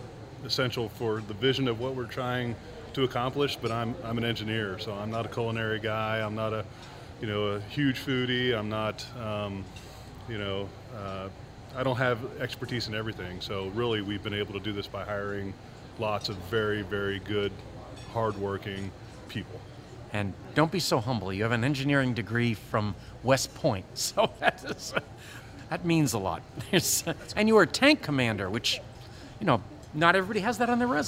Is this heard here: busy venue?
yes